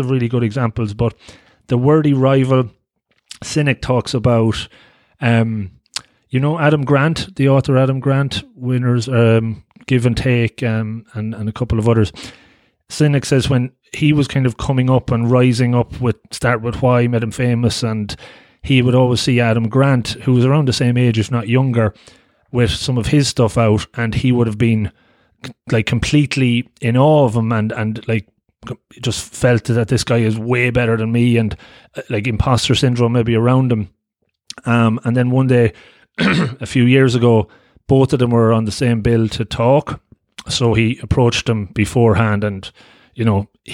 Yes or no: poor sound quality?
no